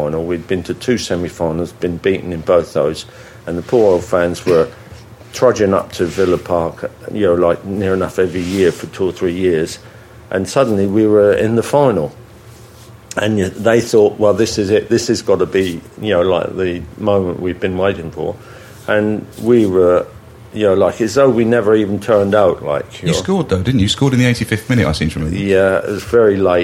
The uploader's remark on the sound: Coming live from the Millennium Hotel